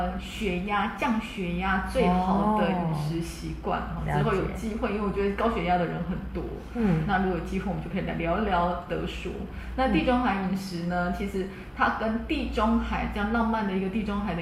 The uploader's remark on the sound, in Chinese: 因更換錄音地點，聲音有點空曠，再請多多包涵